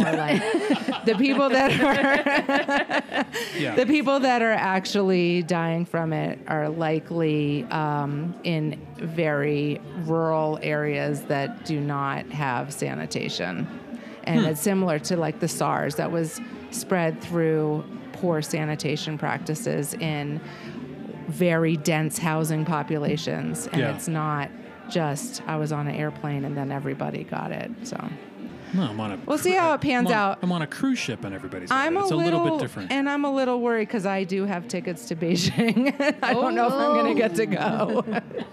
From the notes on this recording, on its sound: we’re releasing a double live podcast